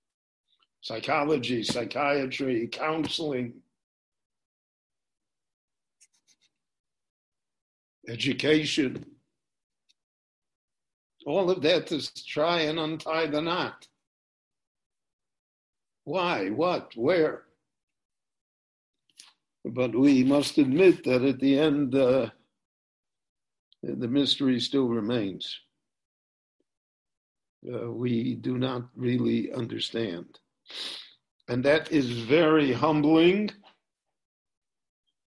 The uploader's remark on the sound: recorded LIVE via Zoom in Jerusalem on August 2, 2020